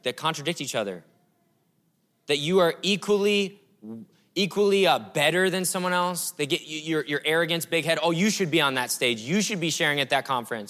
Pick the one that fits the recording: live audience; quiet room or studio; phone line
live audience